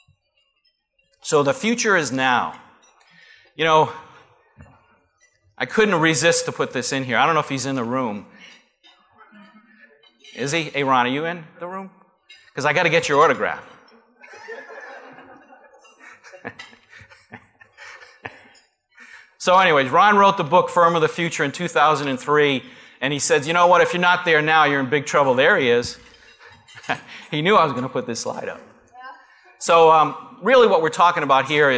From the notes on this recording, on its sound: Live Broadcast at the The IPBC IGNITE Conference.